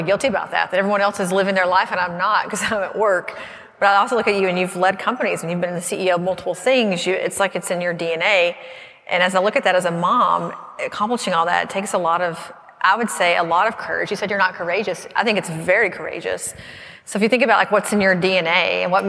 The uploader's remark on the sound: doing a LIVE For the Record episode over lunch at Aesthetic Next 3